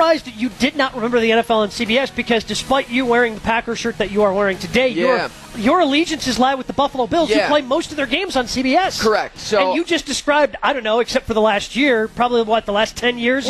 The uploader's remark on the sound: Live From Summerfest.